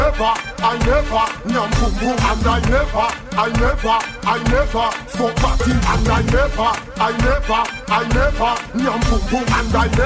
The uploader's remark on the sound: LIVE AT ISLAND SATURDAYS ON MARCH 17. LIVE AUDIO!